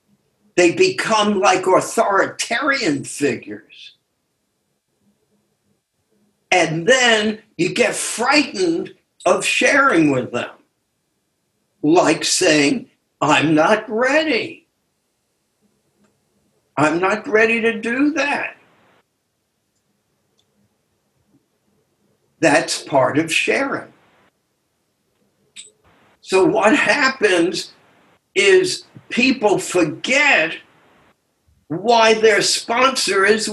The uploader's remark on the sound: took us on a zoom journey